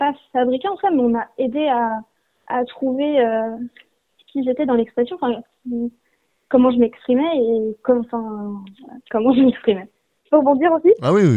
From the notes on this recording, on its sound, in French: Nous avons joint par téléphone. Cet article provient de Radio AlterNantes FM.